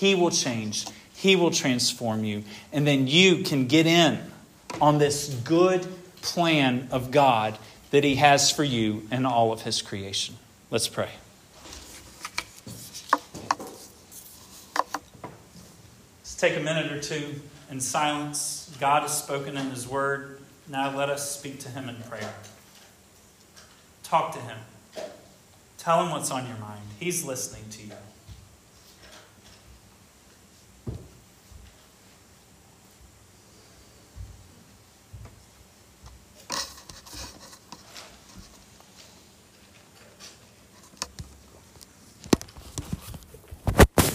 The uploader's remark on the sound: This sermon was preached at Hope Fellowship